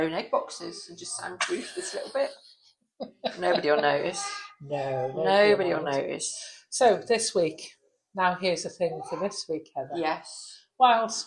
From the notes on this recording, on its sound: We found ourselves back in our usual pub. Apologies for the background noise (although the little girls who came toddling over to us were very cute).